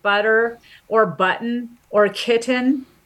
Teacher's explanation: But between a stressed and an unstressed syllable, because you have to move so rapidly and there's a lack of stress on the second syllable, your tongue doesn't make full contact with the alveolar ridge. Instead, it slaps it. It just flaps it. So we call it an alveolar flap.